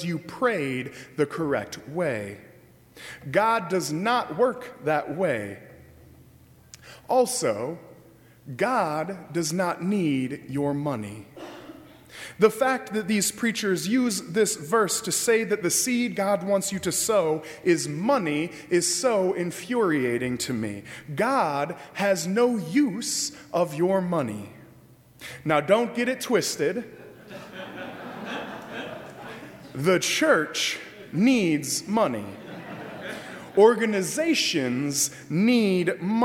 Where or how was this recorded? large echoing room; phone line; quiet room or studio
large echoing room